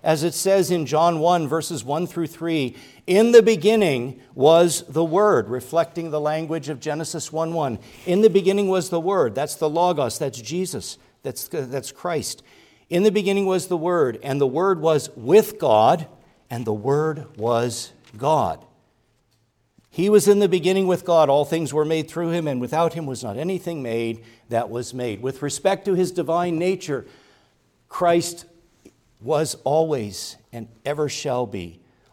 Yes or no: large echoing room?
yes